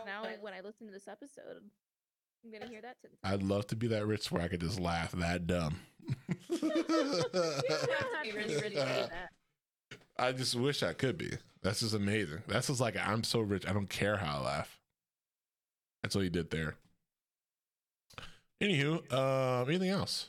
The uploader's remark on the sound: Pardon the sound qual, trying something new and I don't think I figured it out yet lol.